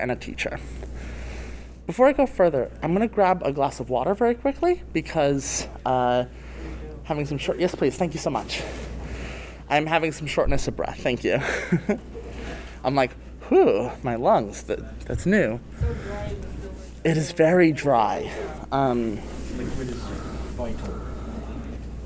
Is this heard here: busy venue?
yes